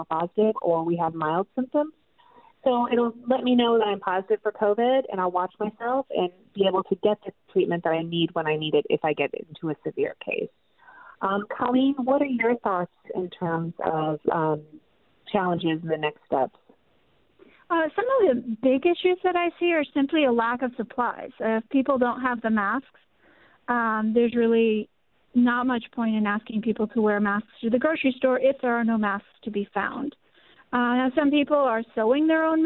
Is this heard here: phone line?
yes